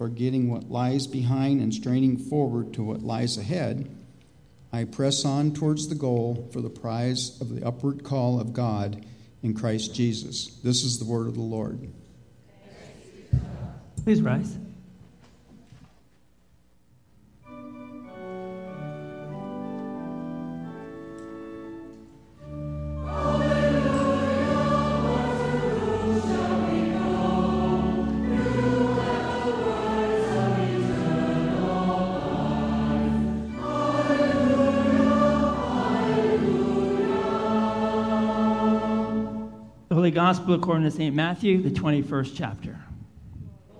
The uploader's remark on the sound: Live Worship Service